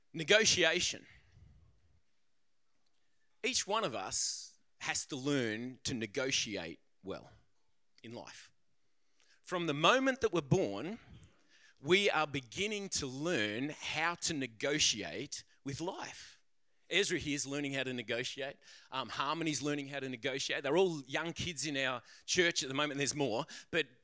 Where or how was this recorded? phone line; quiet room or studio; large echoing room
large echoing room